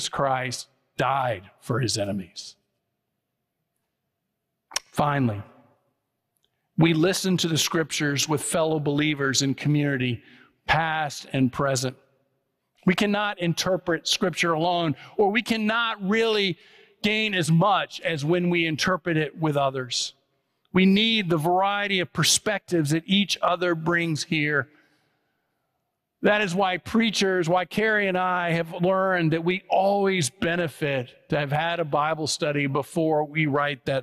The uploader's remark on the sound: preached on October 15, 2023 at First Presbyterian Church of Allentown